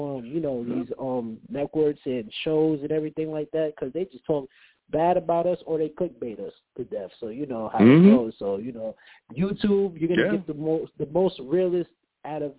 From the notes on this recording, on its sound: I take live callers!